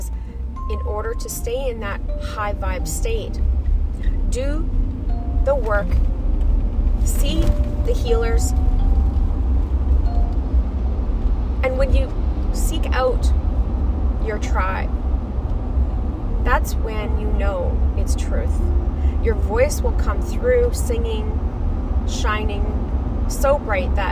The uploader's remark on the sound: I was driving to work on the episode so be mindful